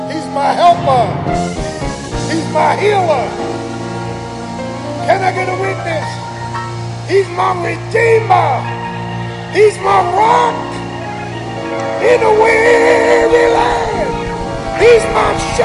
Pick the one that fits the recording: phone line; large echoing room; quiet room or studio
large echoing room